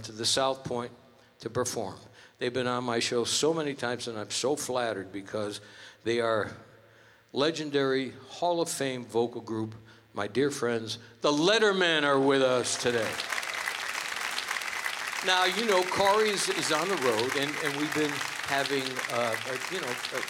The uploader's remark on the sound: Live at the South Point Casino